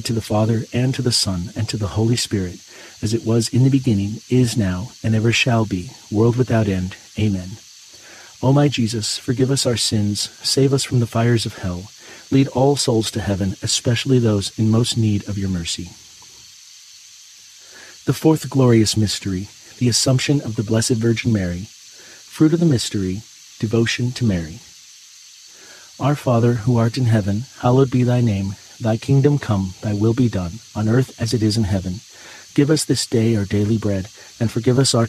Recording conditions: sounds in the background